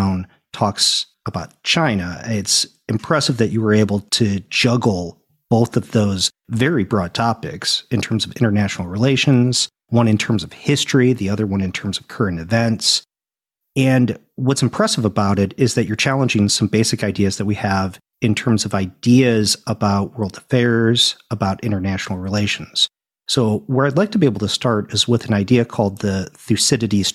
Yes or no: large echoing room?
no